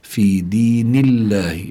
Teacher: اللام لفظ الجلالة الله لابد أن يكون مرققا لأن ما قبله مكسور